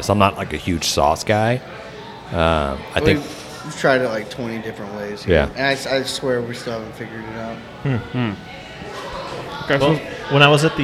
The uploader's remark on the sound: on location at Hurtado Barbecue